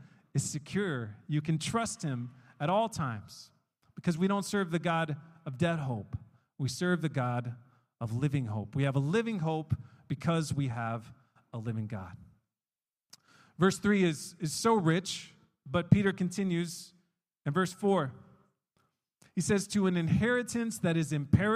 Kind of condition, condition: setting, large echoing room